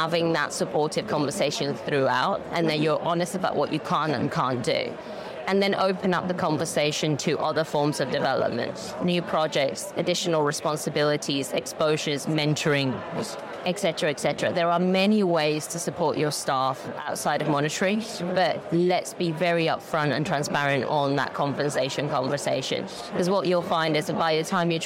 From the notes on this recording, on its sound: In this podcast episode live from FinTech Connect 2023